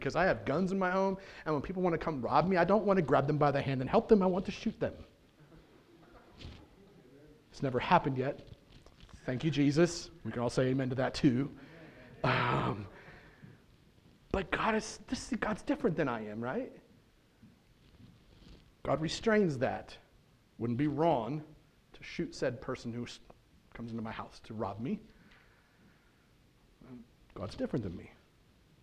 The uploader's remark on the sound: at The Well, an Acts 29 and Converge Heartland Church in Hastings, NE